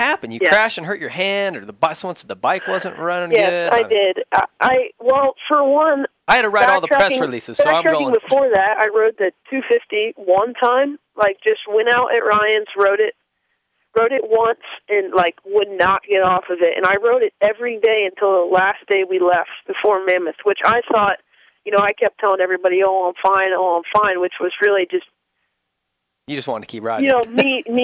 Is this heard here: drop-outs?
no